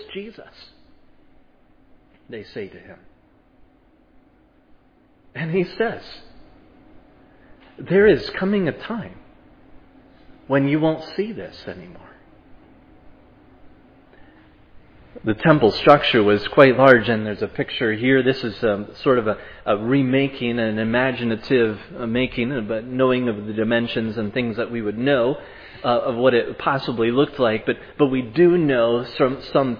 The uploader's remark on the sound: was preached at Providence Church